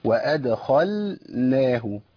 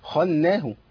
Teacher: طبعا أنا عندي الخطأ بقى المشهور عند بعض أو معظم الناس، هو وأدخلناه إدغام اللام في النون، واللام لا تدغم في النون · Shown in: first take